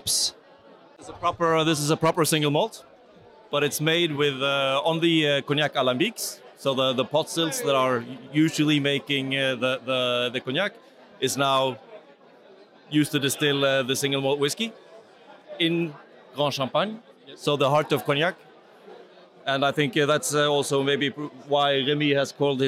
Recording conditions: busy venue